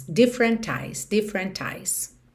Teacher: Aqui ela juntou mesmo T do different em eyes com som de T.